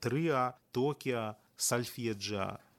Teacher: Спалучэнні галосных іо, ао на канцы слова падпадаюць пад закон аканя